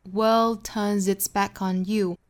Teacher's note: 注意这个 world 尾部的 d 这个发音我们做失去爆破